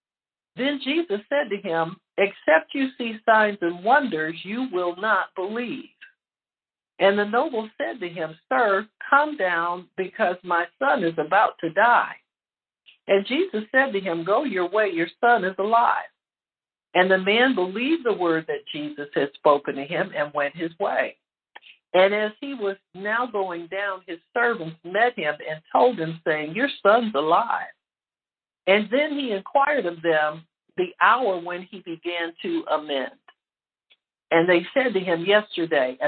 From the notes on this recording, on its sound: HEALING TEACHING CONFERENCE CALL - Audio.